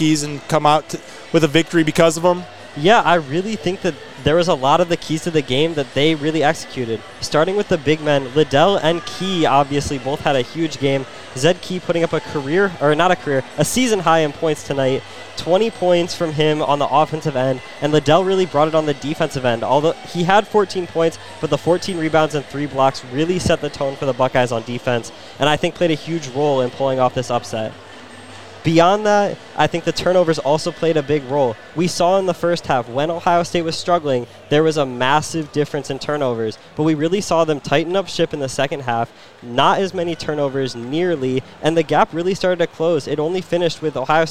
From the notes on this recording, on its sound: React live from the scene of Ohio State's shocking upset over No.